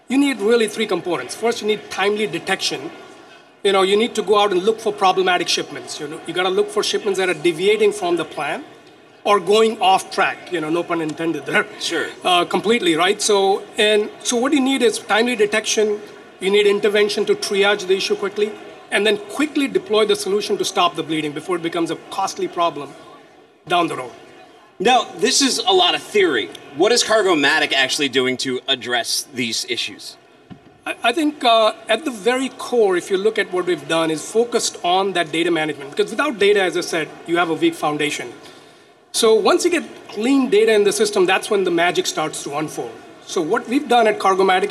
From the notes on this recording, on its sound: coming to you live from FreightWaves’ Future of Supply Chain in Cleveland, OH.